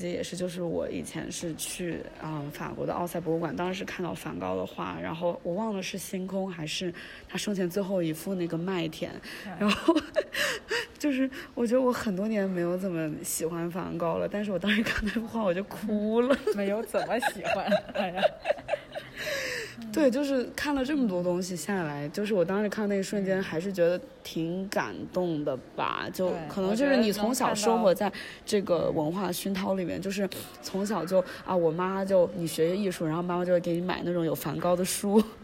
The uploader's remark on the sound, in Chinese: 走访了一圈深圳的城中村。我们主要选取了 南头古城 与 大芬油画村 作为两个历史与发展命运截然不同的案例。为了记录不同城中村中丰富的声音体验，本次首次采用了 现场录音。